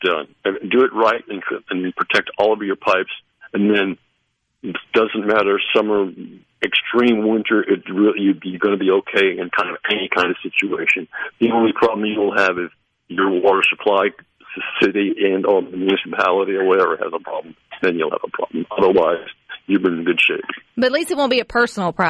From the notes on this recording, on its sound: joins the conversation by phone